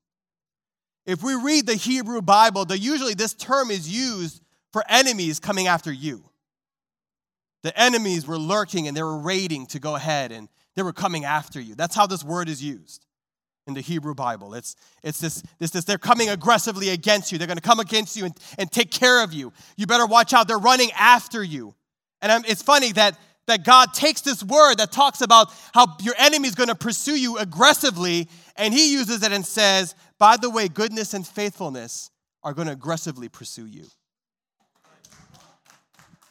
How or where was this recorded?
large echoing room